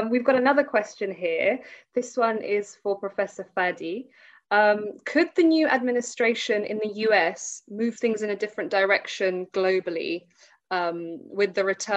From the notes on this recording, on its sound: Webinar recording.